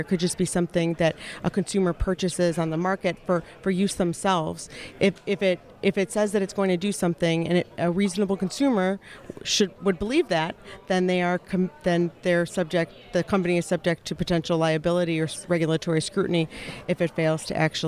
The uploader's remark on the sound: Live from JPM